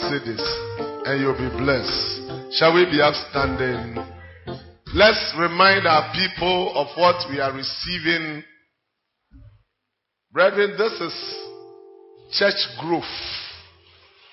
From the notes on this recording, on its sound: Preached At Central Assemblies Of God, Ho.